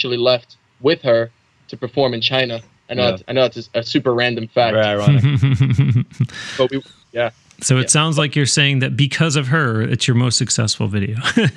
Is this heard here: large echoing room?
no